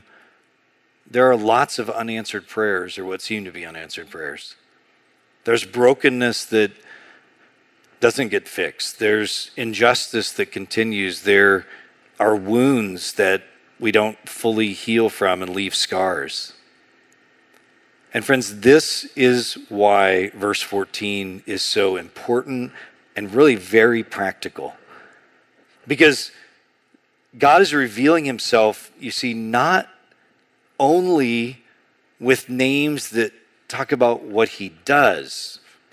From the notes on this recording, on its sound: A sermon on Exodus 3:1-14 preached in June 2023 at Sojourn East.